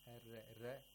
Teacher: He pronounces the ra with fatha, but the fatha is pronounced with tarqiq.